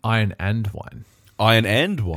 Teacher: It's a bit of a hard one to say, really, because you got to get your mouth around the R and then move to a W. But we don't really pronounce the R, do we?